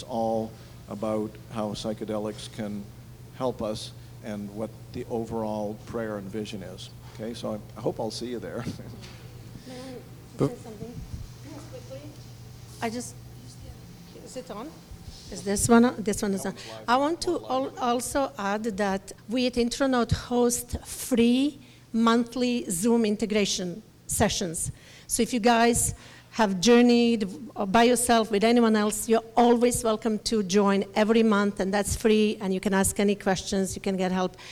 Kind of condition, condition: setting, live audience